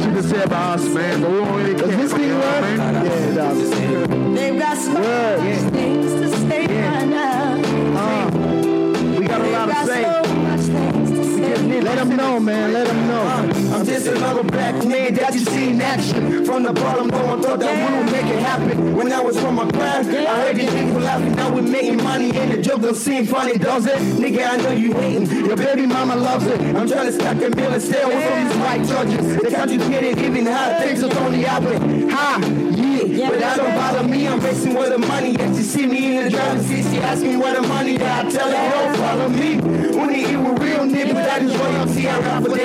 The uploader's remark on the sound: Hares and Hyenas Bookstore in Fitzroy Melbourne. A selection of rap, hip hop and spoken word poetry recorded live at the Hare Hole.